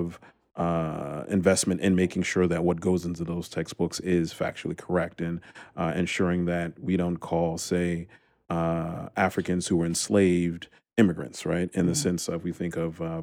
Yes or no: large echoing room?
no